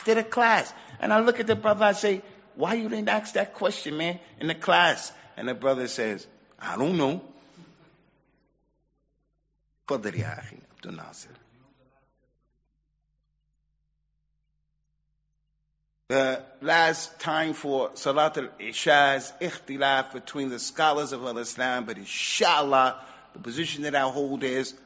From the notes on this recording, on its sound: Recorded at Green Lane Masjid & Community Centre. Recorded at Green Lane Masjid & Community Centre.